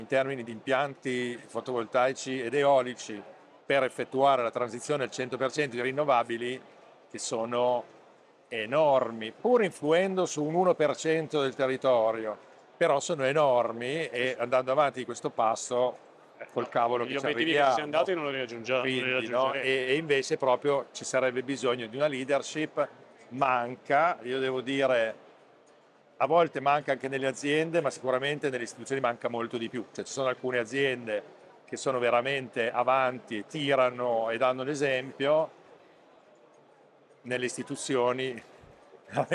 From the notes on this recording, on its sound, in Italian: registrato durante la 25° edizione di Ecomondo, alla fiera di Rimini